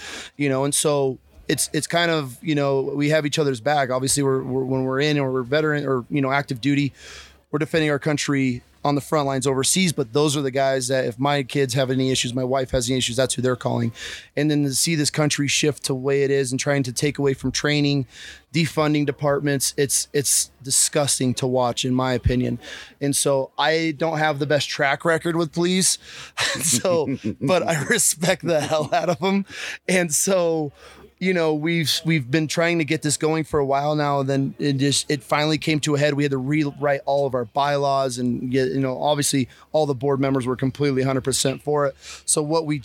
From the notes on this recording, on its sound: Live from Mountain Archery Fest